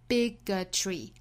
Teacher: 这两个词都是三音节的词，而且重音位置都是在第一个音节的，所以我们读起来它的节奏感应该是 da da da bigotry 后面这个呢是 racism 那注意这个词中间这个 c 字母呢是发 s 这个清辅音的，后面这个 s 字母发浊辅音的 z，所以是 racism We